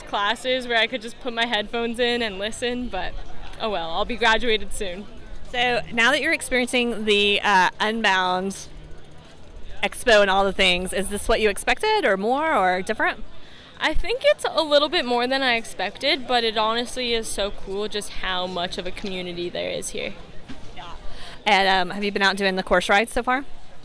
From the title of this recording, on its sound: LIVE from Unbound Gravel